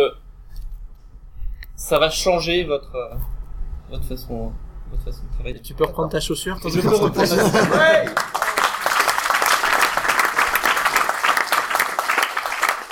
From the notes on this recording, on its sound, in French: En direct de Devoxx 2014. Episode en direct de Devoxx Belgique résumant et concluant ce cru 2014. Live Crowdcasting.